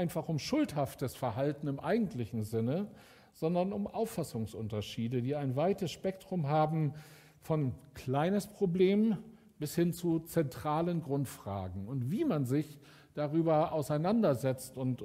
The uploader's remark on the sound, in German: Aufzeichnung der Predigt des Gottesdienstes